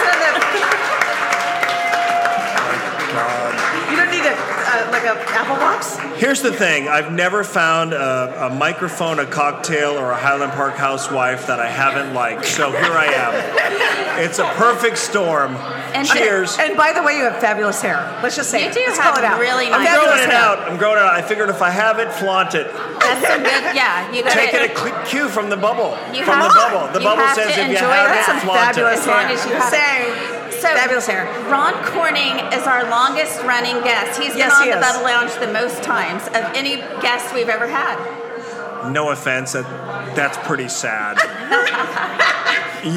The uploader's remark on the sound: due to this episode being a live recording, the audio quality is not the same as our in studio recordings